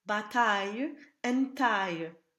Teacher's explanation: The spelling I-L-L-E is a grouping that becomes the J glide, so there's no L sound in these words at all.